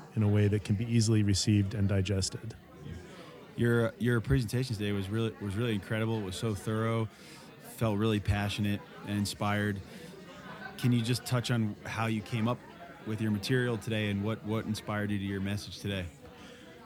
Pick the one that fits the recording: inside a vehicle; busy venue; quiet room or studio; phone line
busy venue